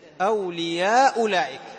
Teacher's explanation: فهنا من يقرأ بالحذف مثل عمرو البصري يحذف إحدى الهمزتين